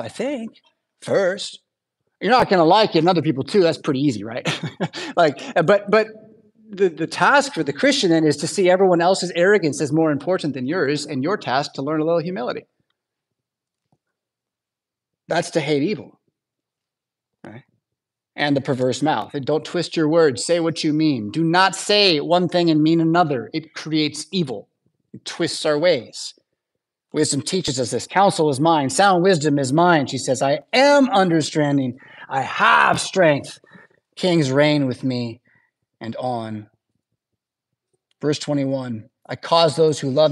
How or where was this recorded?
large echoing room